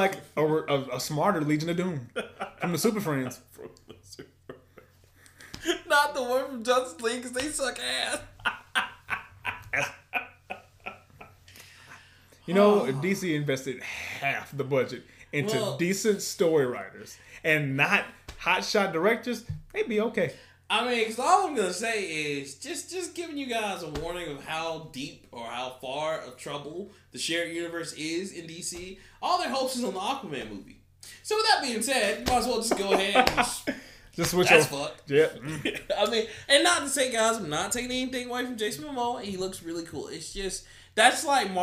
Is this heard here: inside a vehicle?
no